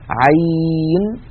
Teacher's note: هذا الحرف عين لو تأملنا كتابته، تصوروه مكتوبا كما لفظته، عين هو عبارة عن عين مفتوحة بعدها ياء ساكنة، يعني حرف لين